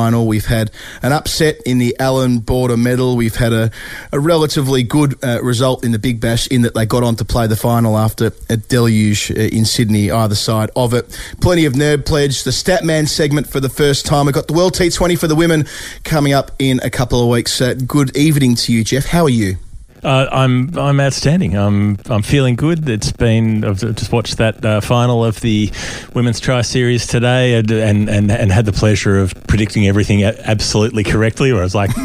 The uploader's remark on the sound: on the phone from a Dhaka freeway